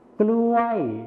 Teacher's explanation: ในภาษาไทยมาตรฐานนะครับจะใช้พยัญชนะต้นควบนั่นเองส่วนในภาษาถิ่นอีสานจะไม่ใช้พยัญชนะต้นควบนั่นเองครับ